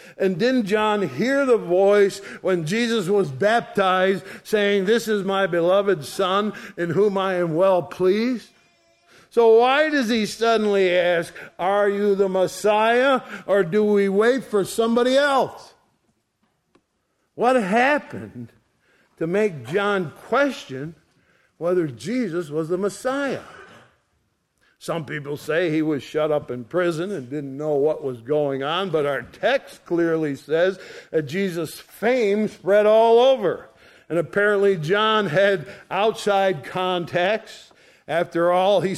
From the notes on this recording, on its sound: Sunday Morning Service recorded on 02/26/2023